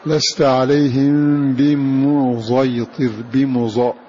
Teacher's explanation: بإشمام الصاد صوت الزاي · Term: الإشمام